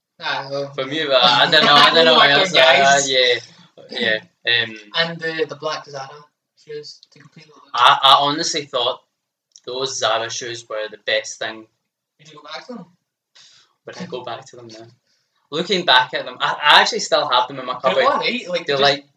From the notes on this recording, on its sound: Sorry for the audio quality of this episode.